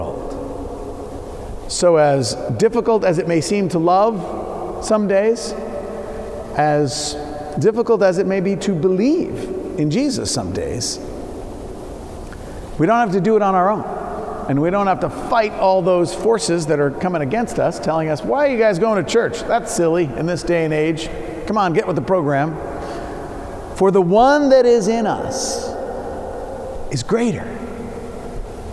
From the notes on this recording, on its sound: Preached at Saint Paul the Apostle Church, New York City on 1-07-19